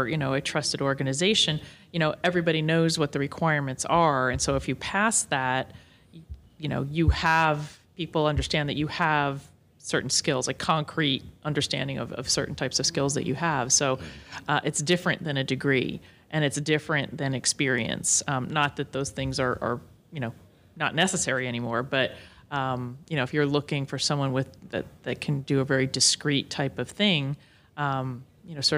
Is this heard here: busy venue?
yes